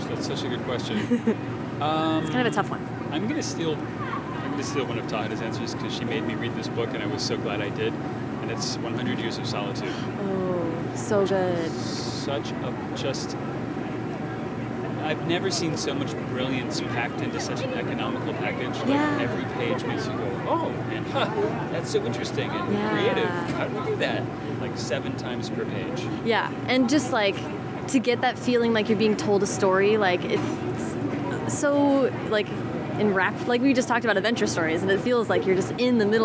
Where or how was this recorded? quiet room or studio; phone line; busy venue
busy venue